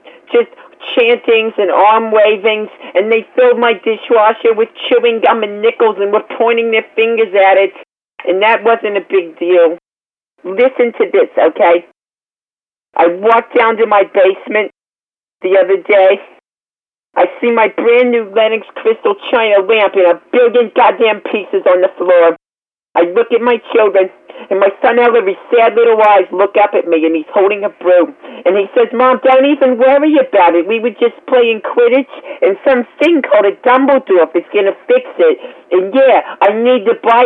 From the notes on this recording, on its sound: Prank Phone Calls Collection. Santa Rosa Barnes N Noble.